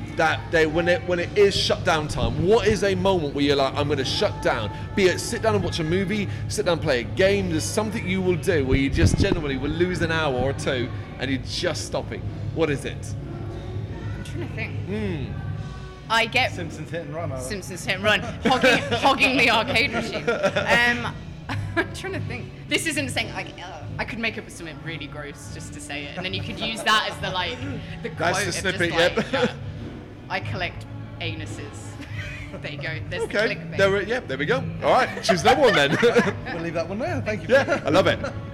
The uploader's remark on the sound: Live From AoniaFest V. Live at the festival.